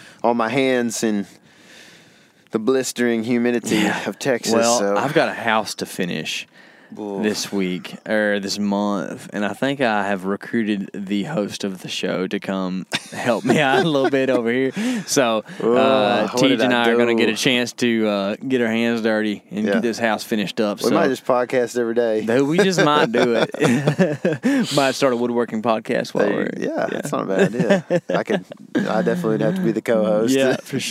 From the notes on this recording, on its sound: Also, as we recorded, we were driving around truck scouting a public property here in Texas.